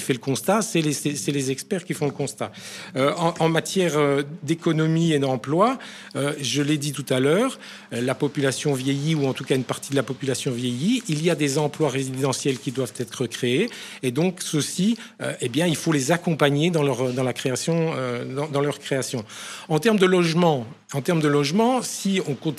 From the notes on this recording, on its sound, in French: émission radio enregistrée & diffusée en direct depuis le Mundo-N à Namur